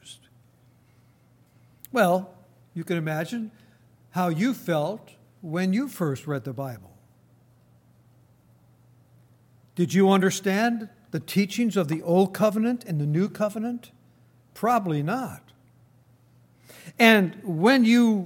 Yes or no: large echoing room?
yes